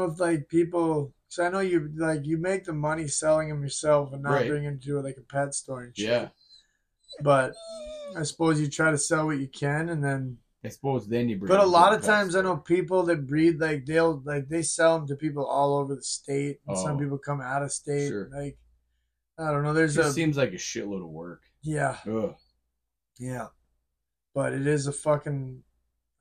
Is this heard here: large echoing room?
no